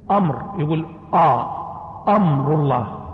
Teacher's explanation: الراء مفخمة لكن الهمزة والميم مرققة